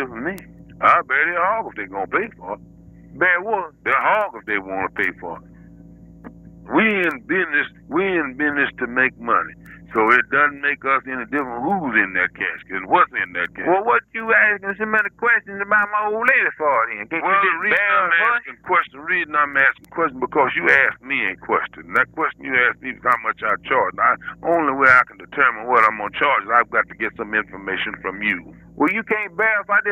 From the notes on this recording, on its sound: RBCP's Personal Prank Phone Calls Collection